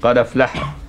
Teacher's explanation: يبقى قد افلح بنقل حركة الهمزة وهي الفتحة الى دال قد، وتسقط الهمزة فيبقى اللفظ بدال مفتوحة بعدها فاء، قد افلح. وهذا النقل قراءة نافع من طريق ورش في حال الوصل والوقف، وقراءة حمزة في حال الوقف بس.